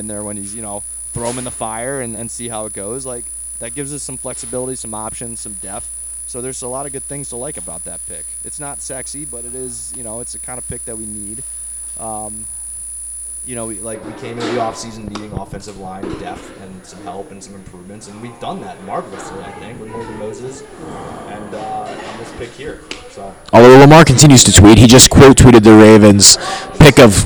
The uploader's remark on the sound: apologies for some shoddy audio